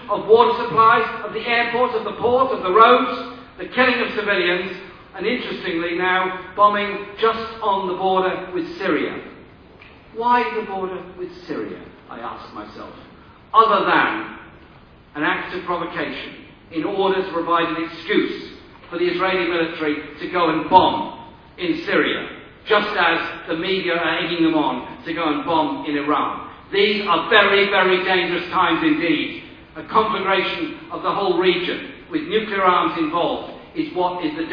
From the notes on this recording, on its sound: speech to 1500 people at the Stop the War meeting held at Friends Meeting House, Euston, London, Monday July 17th 2006